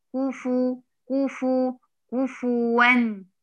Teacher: وكلنا ننتبه لهذه الكلمة، لأن معظمنا بيقول كف ون كف، بيسكن الفاء، هي ليست ساكنة، هي مضمومة